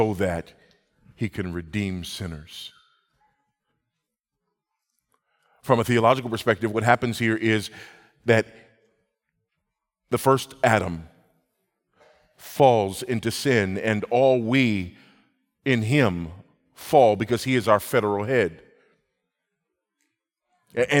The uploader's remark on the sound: Biblical Anthropology" national conference in Southwest Florida.